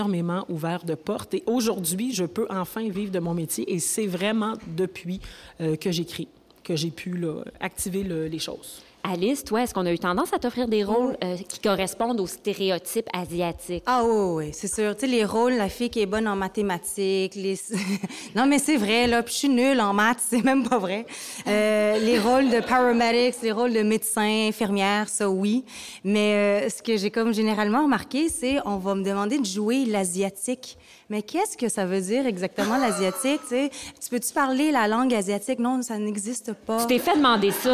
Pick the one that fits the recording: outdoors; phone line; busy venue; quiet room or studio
busy venue